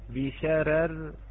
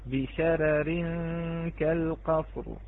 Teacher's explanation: ترقق نقول وقفا ووصلا، الراءين، الراء الأولى مرققة وصلا ووقفا، وكذلك الراء الثانية · Term: الترقيق